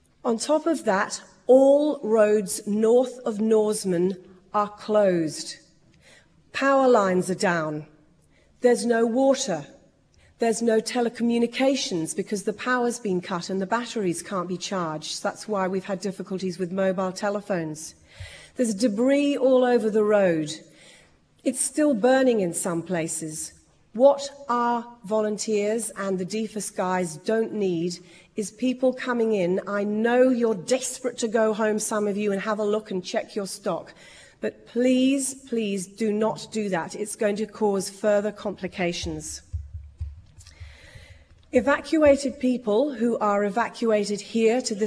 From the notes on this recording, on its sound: RAW - Esperance Community Meeting. This is the full audio from the Community Meeting held for the Esperance fires.